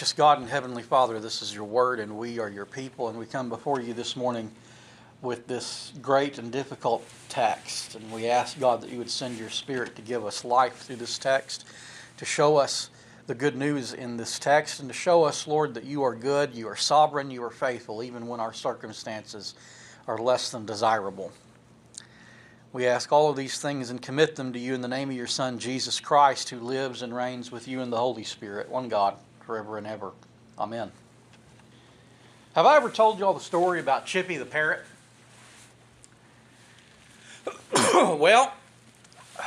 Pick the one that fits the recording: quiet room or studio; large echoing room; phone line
large echoing room